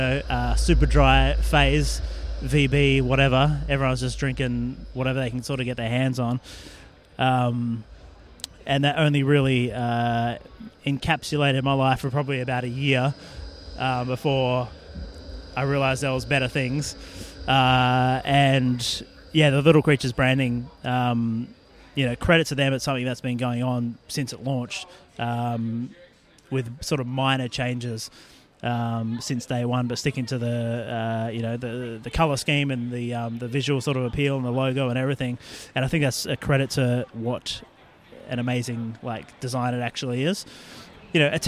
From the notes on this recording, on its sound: The episode was recorded at Beermash in Sydney Road, Collingwood.